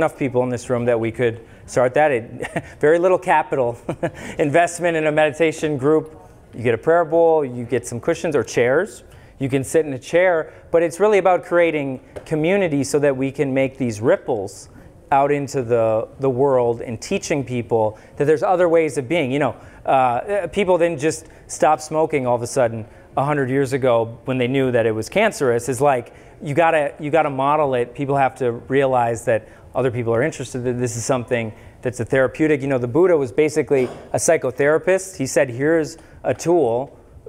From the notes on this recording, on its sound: Public Lecture in Mankato, MN. This episode is a recording of a free public lecture.